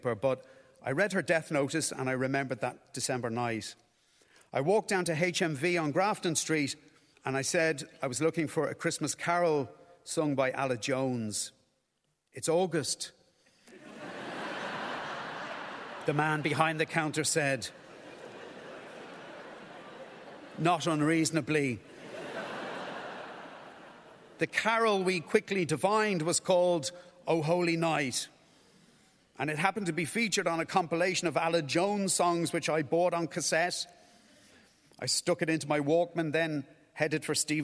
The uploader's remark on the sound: all recorded at the National Concert Hall